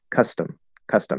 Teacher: If we go to how the IPA would be transcribed, the first one, which is stressed, would be the upside down V.